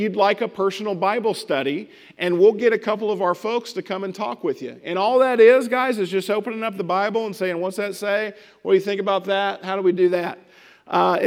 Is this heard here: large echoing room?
yes